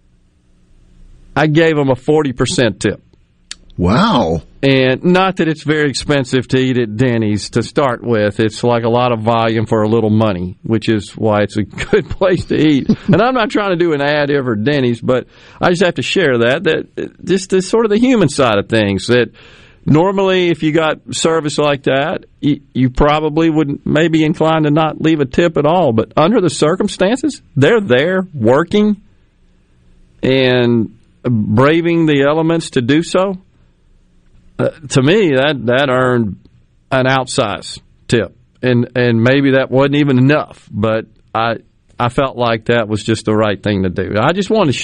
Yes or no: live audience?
no